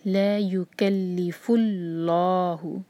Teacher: اللہ تعالیٰ کے نام میں جو لام ہے اس کو یہاں پر ہم بھاری پڑھیں گے، کیونکہ اللہ تعالیٰ کے نام سے پہلے جو ورڈ ہے اس کے لاسٹ لیٹر پر ضمہ ہے، فو ہے نا، یکلفو.